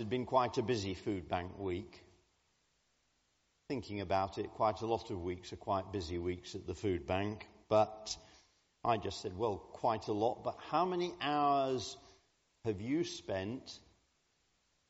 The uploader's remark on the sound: Communion Service. Recorded at the 10:00 service on Sunday 29th January at All Saints.